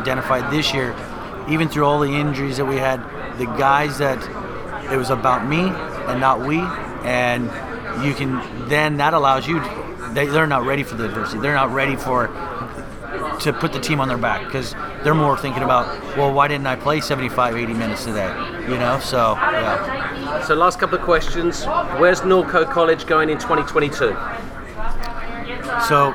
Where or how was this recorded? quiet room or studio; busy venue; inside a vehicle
busy venue